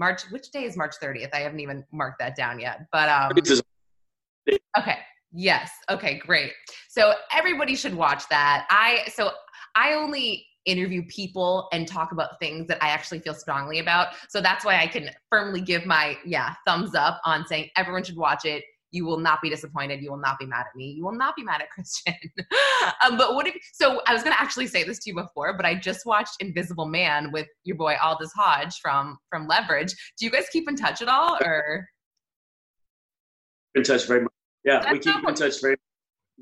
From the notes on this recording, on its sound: on the 'virtual red carpet,' AKA Zoom